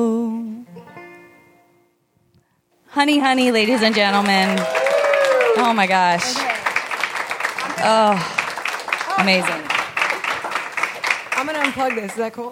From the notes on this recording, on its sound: Live from LA Podfest. What ensued was an afternoon of music, cookies, fake tattoos, and a double M.A.S.H.